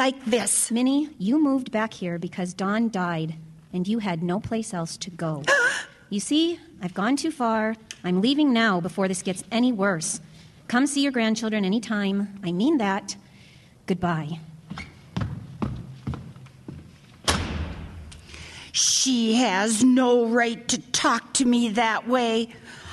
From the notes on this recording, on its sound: This spooky drama was originally produced as part of a Halloween special. With original sound effects and music. Recorded before a live audience.